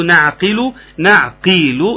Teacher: نعقل القاف في اقل درجات التفخيم لانها مكسوره